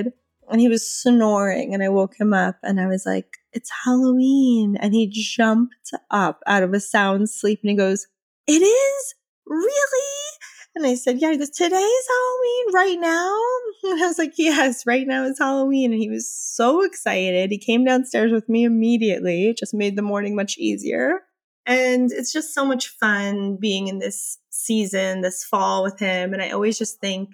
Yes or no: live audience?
no